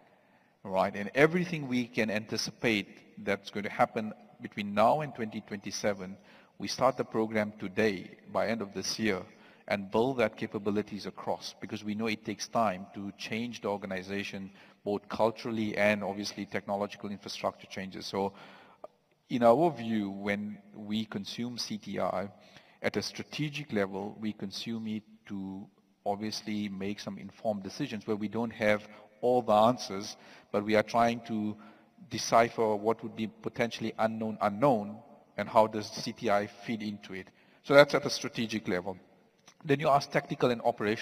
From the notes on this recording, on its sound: Recorded live on stage at the CYDES 2023 event, organized by the National Cyber Security Agency (NACSA). Please note, due to the live recording nature of this episode, you might need to adjust your audio levels occasionally.